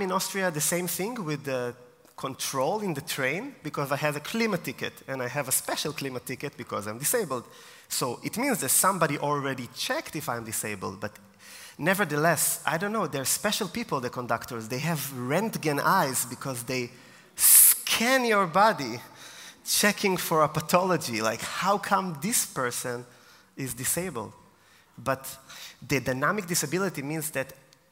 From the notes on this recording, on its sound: Taken from my keynote at DisAbility Confidence Day 2023 in Vienna.